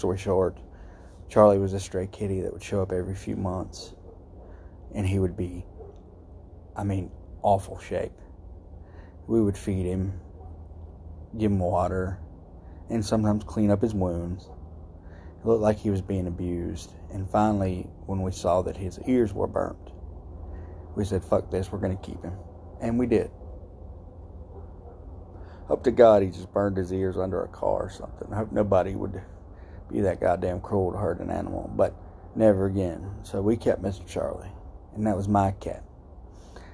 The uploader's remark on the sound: Live from THE GHETTO! Sitting outside at 3am.